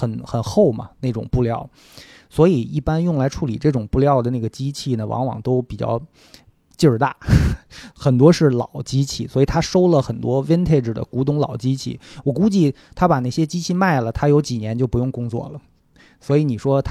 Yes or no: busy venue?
no